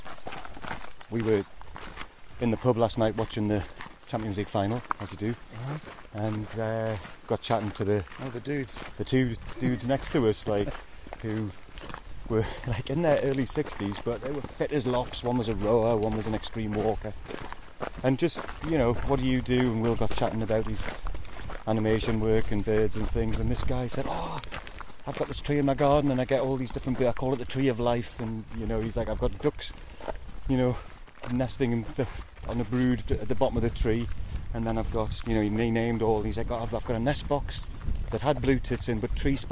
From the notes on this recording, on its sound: Shows us around his local patch. We head into the hills.